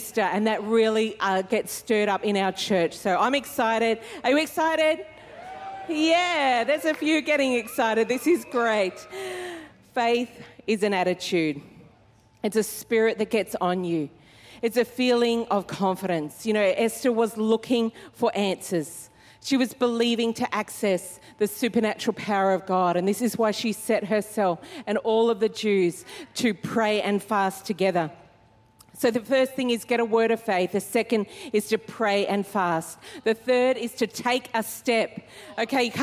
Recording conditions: live audience